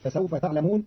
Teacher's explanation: قرأ قالون كلمة يعلمون بتاء الخطاب، فتصير فسوف تعلمون على الالتفات.